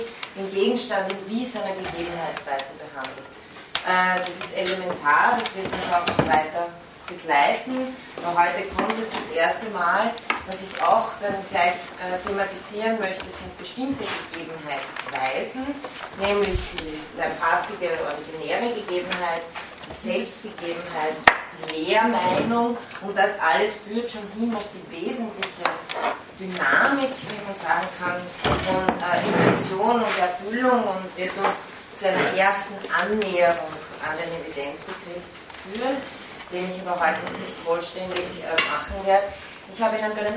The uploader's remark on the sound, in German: von Studierenden aufgezeichnet